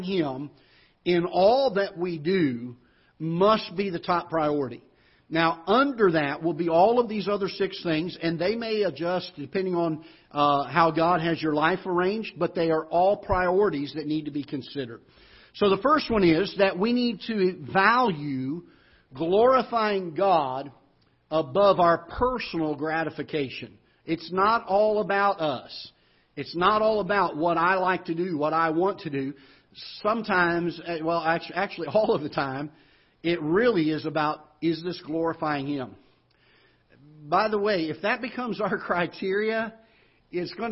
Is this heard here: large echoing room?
yes